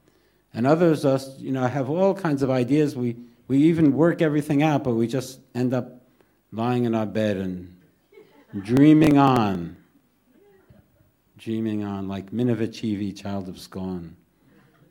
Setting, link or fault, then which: setting, live audience